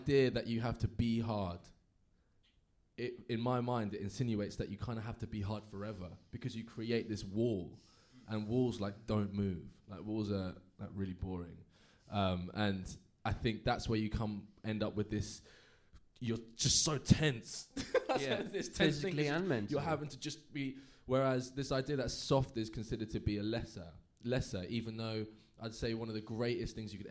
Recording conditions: live audience